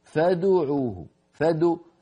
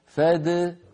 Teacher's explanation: الدال ساكنة والساكن لا ضم للشفتين معه · Shown in: second take · إذن فادعوه بها، فاد يبقى شكل الشفتين هو هو، فادعوه بها.